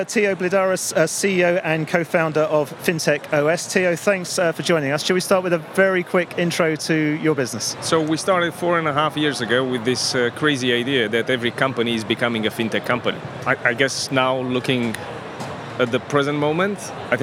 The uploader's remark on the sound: Recorded in partnership with Banking Circle Group at Money20/20 Europe, that took place in Amsterdam. We recorded a series of interviews on the Banking Circle booth with a number of the speakers from the conference.